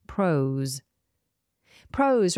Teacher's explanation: Notice the S is voiced, so we have a Z sound.